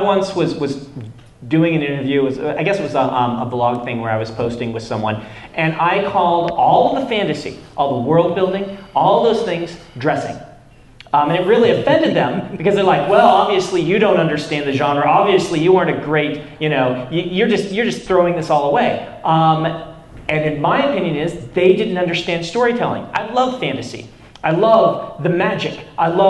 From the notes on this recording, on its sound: In front of a live audience at UVU.